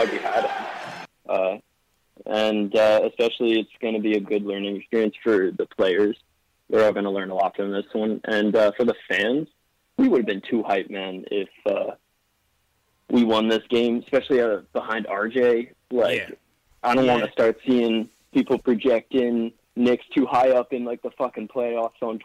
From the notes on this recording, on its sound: Caller Reactions. Get live reactions from fans around the world!